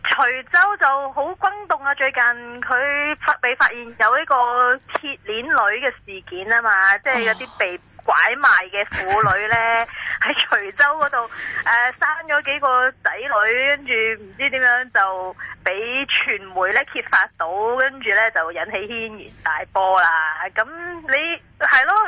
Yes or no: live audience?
no